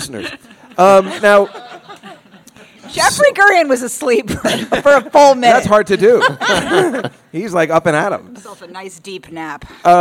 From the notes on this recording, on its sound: This is the live broadcast from The Cakeshop on the Lower East Side in New York City